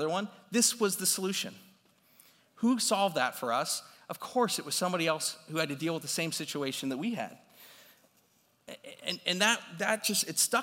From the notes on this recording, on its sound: this recording is from his talk at CMX Summit